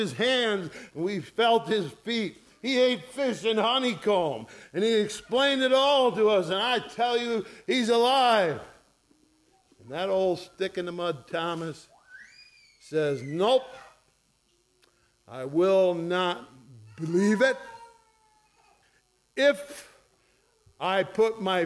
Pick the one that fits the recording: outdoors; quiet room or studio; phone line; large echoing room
large echoing room